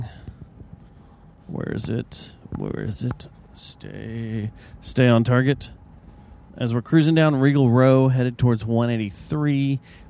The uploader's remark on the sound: It’s one of those rare Tuesdays where a big show comes into town and we do the podcast while driving down the freeway.